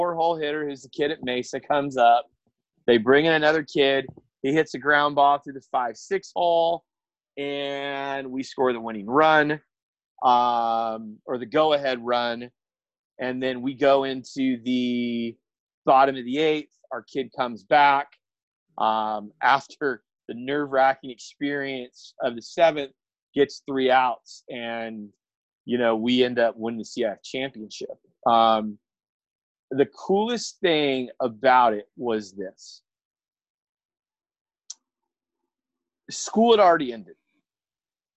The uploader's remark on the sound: In this episode I sit, via Zoom